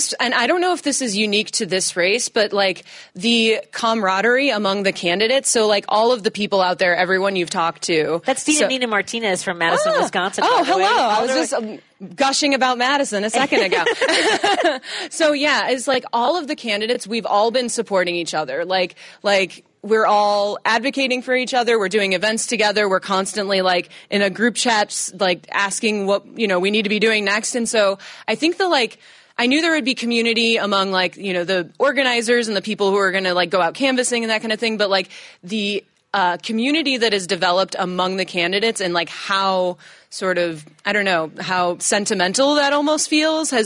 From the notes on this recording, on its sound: live at the Kenosha Comedy Club at Wyndham Garden Kenosha Harborside